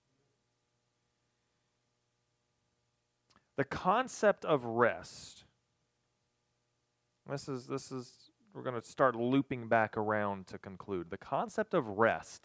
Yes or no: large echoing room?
yes